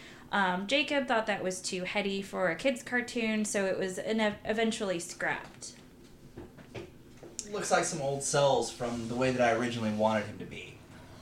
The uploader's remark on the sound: We had a little bit of background noises that were difficult to edit out.